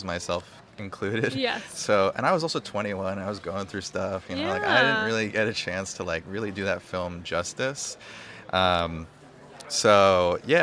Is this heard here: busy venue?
yes